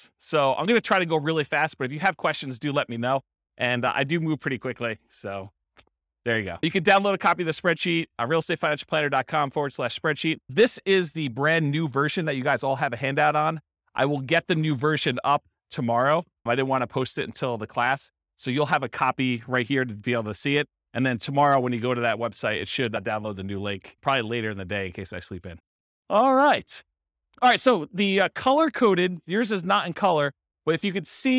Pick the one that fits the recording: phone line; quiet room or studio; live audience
live audience